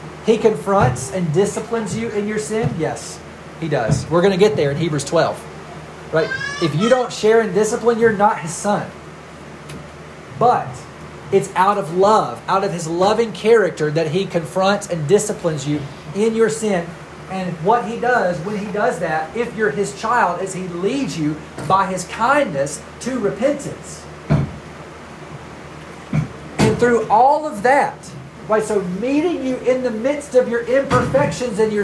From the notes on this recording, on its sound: We had an issue with air conditioning and met in our big children's meetings space; the audio was recorded on a phone, so the quality is not the same as normal.